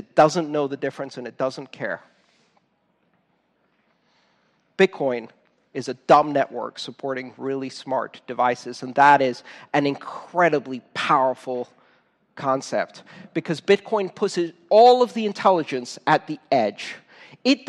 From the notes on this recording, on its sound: Talk recorded on January 27th 2015, at the O'Reilly Radar Summit "Bitcoin and the Blockchain" in San Francisco, CA.